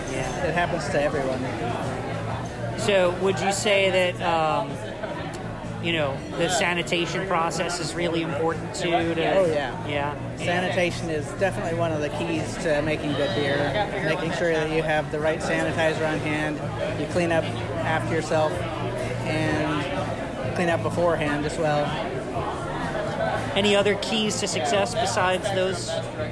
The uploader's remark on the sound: We recorded this session at Crabtree Ale House, so forgive the noise.